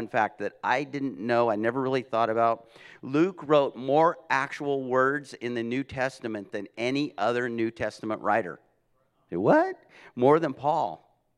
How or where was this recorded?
large echoing room